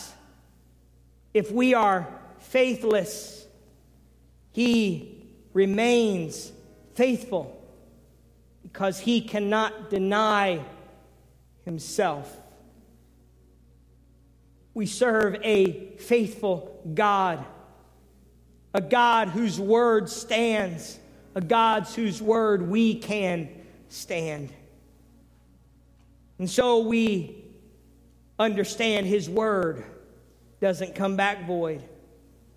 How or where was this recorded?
large echoing room